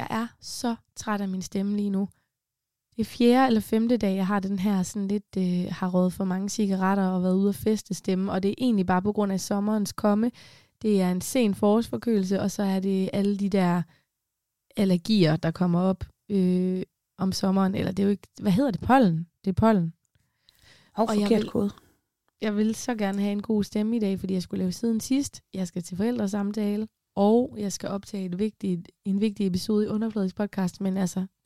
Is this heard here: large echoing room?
no